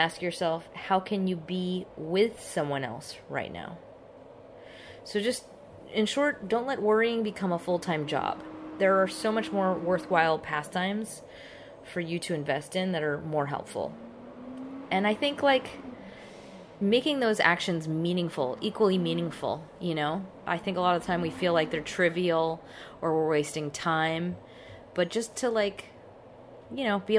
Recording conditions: background noise